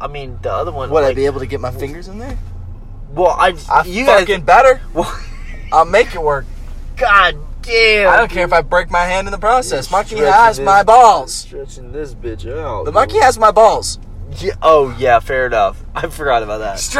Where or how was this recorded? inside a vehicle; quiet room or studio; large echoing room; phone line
inside a vehicle